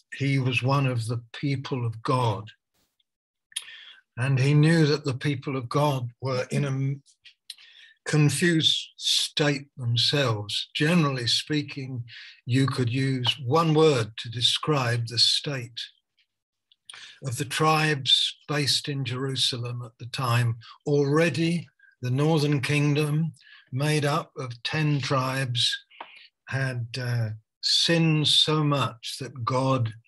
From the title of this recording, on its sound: Malaysia Meets (Zoom)